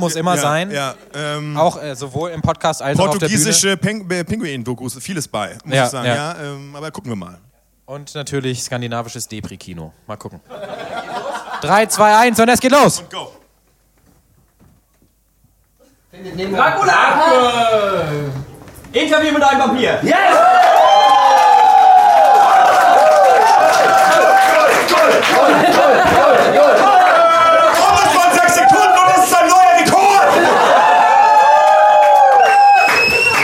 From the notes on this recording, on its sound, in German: Live in Berlin! Da isser endlich der Mitschnitt unseres ersten Live-Podcasts.